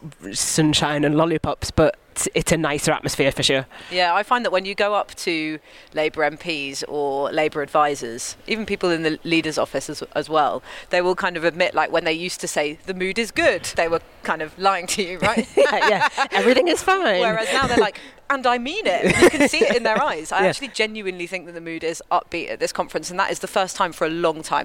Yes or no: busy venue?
yes